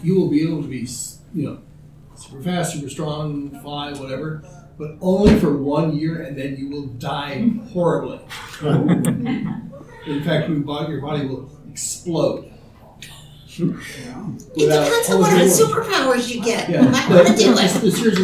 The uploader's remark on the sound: TusCon 50 Panel. Recorded live 11/11/23 Saturday – Panel Room 1.